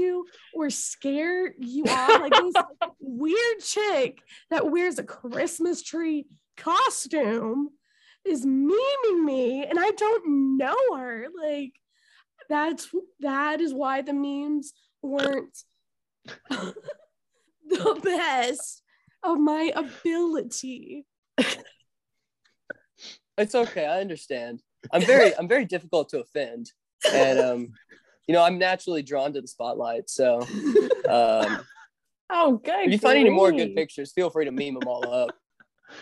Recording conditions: drop-outs